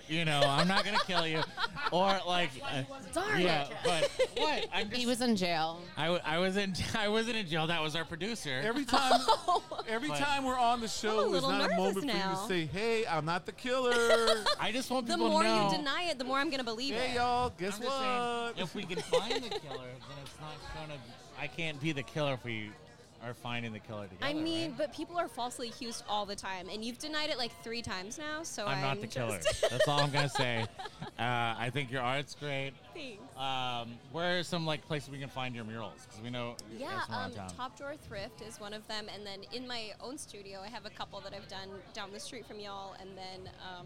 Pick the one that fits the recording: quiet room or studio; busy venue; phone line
busy venue